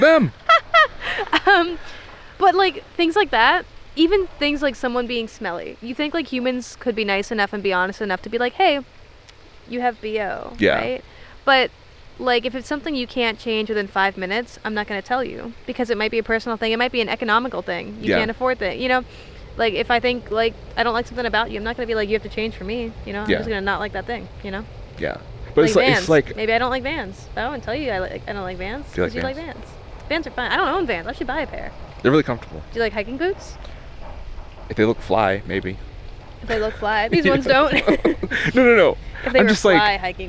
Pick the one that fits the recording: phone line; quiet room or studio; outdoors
outdoors